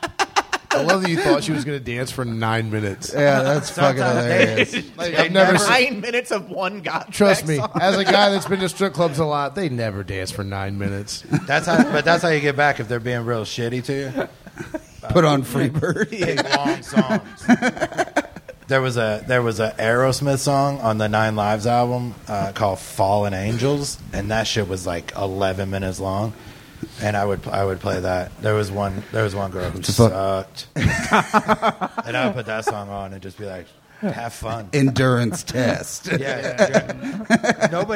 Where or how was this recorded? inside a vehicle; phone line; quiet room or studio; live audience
live audience